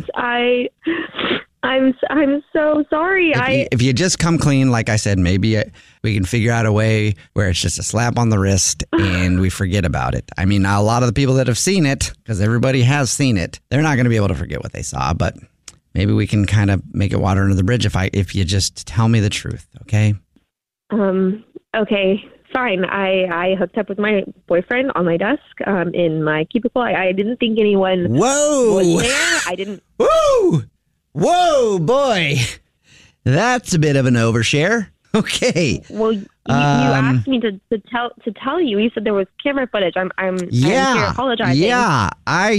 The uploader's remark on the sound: it's the most awkward phone call ever!